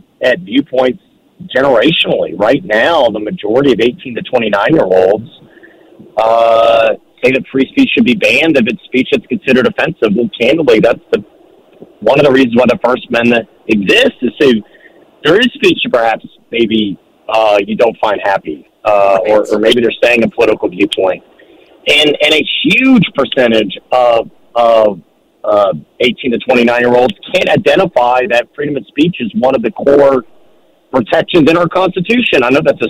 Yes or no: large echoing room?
no